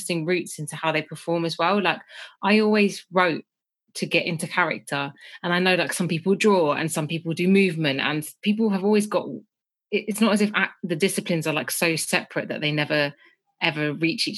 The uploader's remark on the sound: This episode was recorded over Zoom.